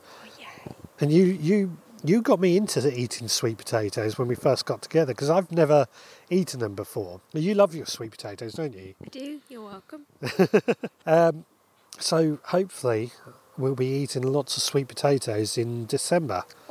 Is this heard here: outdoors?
yes